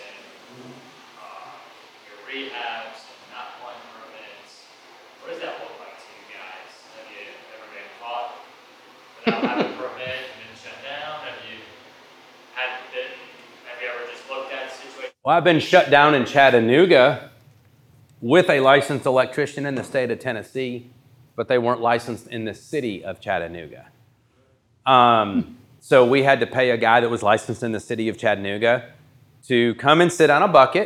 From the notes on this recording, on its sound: This episode is the fourth of a series of podcasts taken from a time of Q&A at Happy Home's first community meetup.